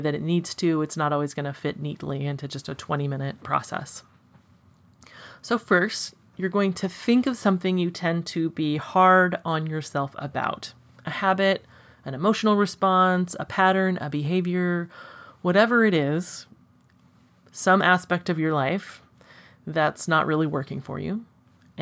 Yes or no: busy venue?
no